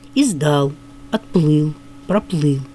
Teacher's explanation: в XX веке все чаще нормативным признается корневое ударение